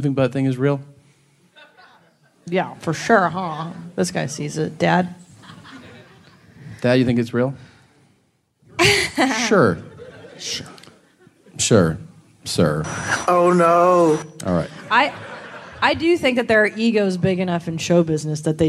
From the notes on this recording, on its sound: It's LIVE from San Francisco (Man Frandisco).